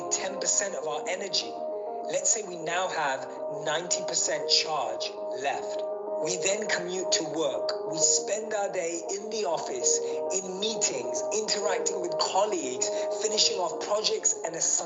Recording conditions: video call